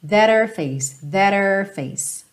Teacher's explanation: esse H, her, não é um fonema forte, ele às vezes acaba sendo suprimido quando você vem de um T, por exemplo, que você pode juntar com rarará.